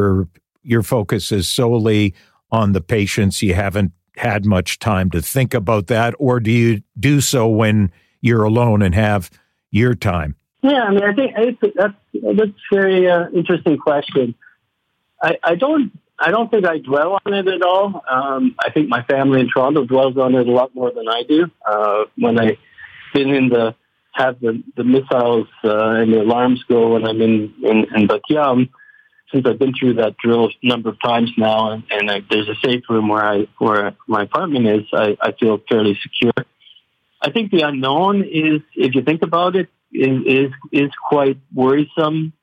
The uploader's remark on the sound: on the phone from Israel